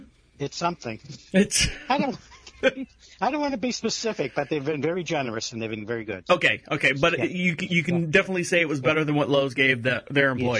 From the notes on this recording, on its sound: This is a phone call